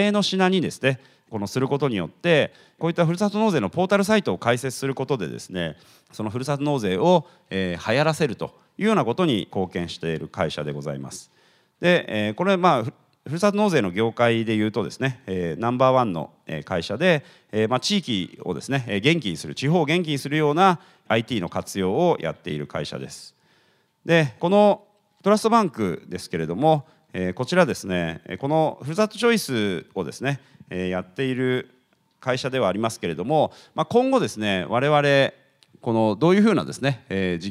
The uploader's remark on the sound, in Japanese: 東京・三田の建築会館で行われた「ラジオNIKKEI 相場の福の神 注目企業ＩＲセミナー」